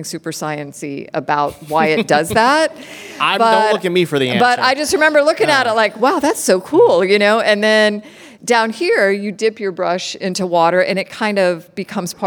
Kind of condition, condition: setting, live audience